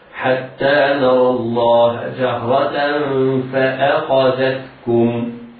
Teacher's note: نطقناها تاء منونة بالفتح. إذا وقفنا عليها نقف عليها بالهاء هكذا: حتى نرى الله جهرة.